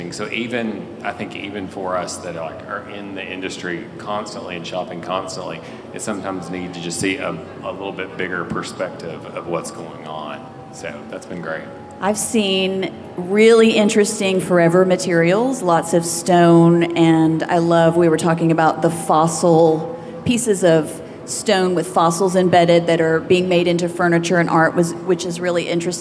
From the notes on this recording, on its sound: Live from WestEdge Design Fair Dallas Edition. A panel conversation recorded live from the WestEdge Design Fair, Dallas edition.